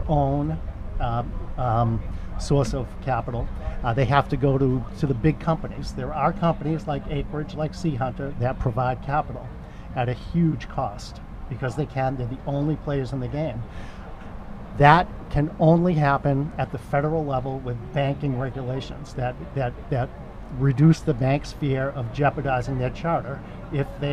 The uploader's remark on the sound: live from the Verilife medical and recreational cannabis dispensary in Wareham, Massachusetts